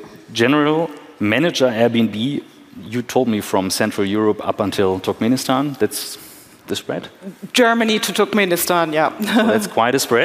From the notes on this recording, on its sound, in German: Bits & Pretzels Special. Live-to-tape Episode 341 von der Bits & Bretzels.